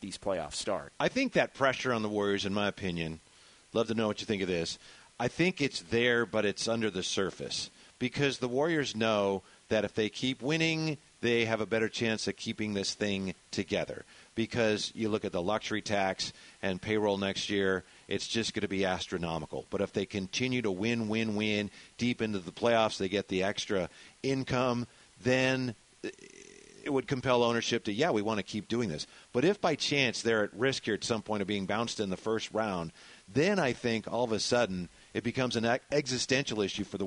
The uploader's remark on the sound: live from The Golden 1 Arena.